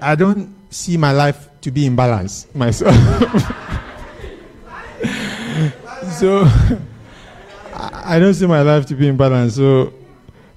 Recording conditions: live audience